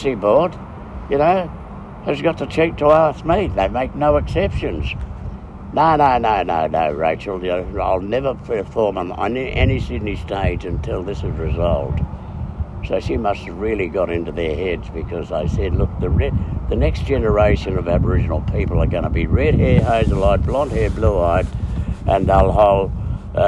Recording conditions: phone or laptop microphone